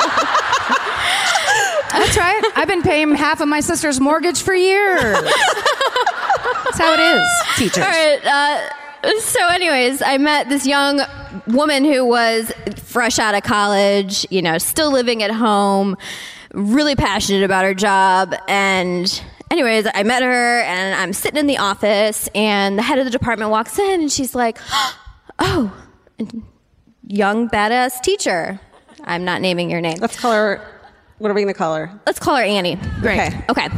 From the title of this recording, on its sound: Live at the Connor Palace in Cleveland